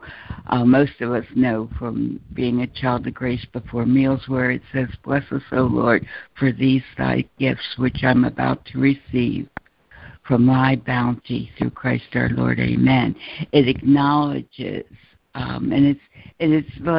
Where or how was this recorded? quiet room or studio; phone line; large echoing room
phone line